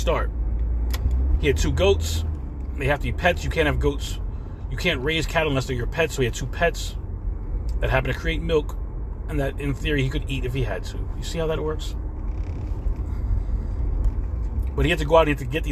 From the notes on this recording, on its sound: In this CarCast